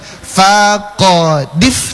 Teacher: Tinggal ada yang tipis, ada yang tebal. Fa tipis, ko tebal, di tipis lagi.